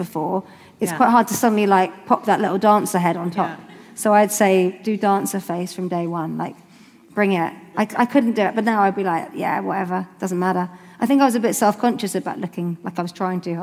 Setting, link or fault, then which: setting, live audience